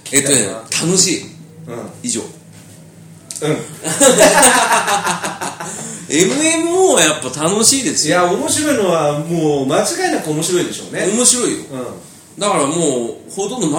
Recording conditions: poor sound quality